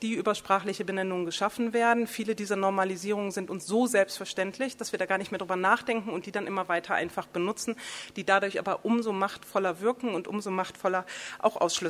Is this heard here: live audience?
yes